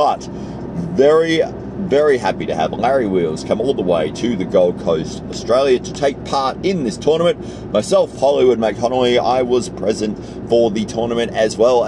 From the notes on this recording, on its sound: recorded this whilst driving to work so please forgive the indicator sounds